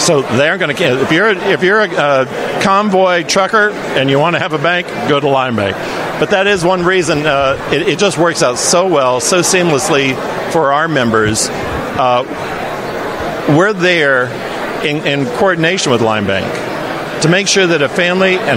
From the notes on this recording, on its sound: This interview was recorded by Right America Media at CPAC 2022.